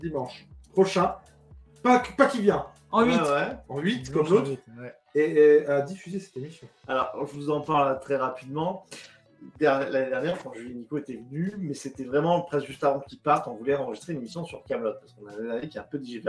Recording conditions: poor sound quality